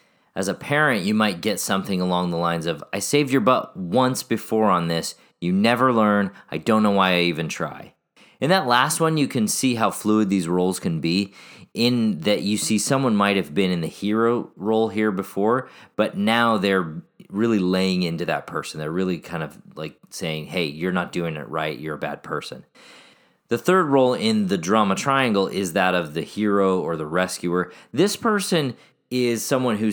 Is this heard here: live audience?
no